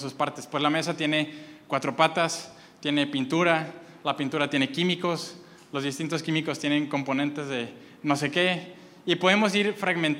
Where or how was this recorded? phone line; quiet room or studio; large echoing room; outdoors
large echoing room